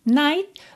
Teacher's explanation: você quase não escuta o T